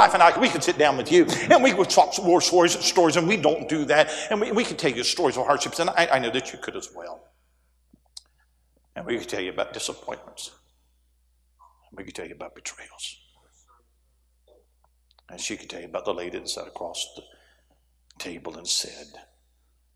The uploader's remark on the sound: A sermon preached Wednesday Afternoon during our Spring Jubilee, on March 29, 2023.